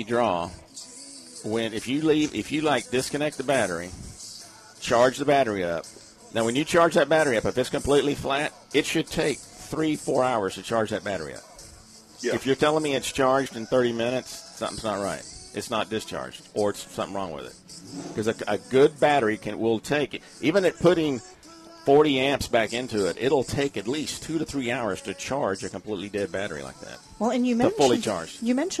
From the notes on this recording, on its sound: Live remote at the First Annual Car Show at the Magnolia First Baptist Church.